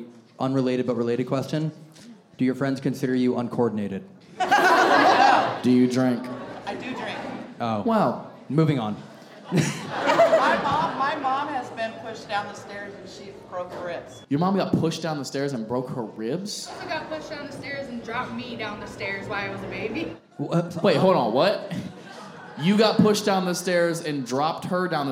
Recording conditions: live audience